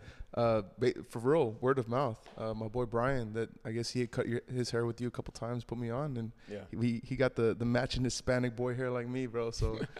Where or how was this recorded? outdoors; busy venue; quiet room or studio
busy venue